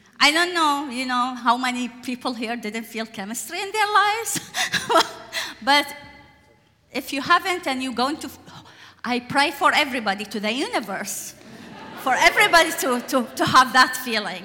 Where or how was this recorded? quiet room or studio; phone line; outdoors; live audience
live audience